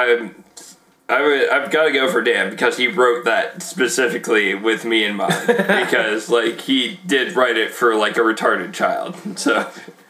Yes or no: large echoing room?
no